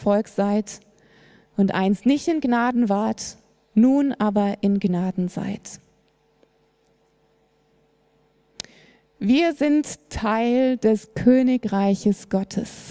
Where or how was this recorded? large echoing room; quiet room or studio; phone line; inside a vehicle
large echoing room